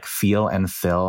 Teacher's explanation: it's almost like feel and fill have the same vowel · Term: feel-fill merger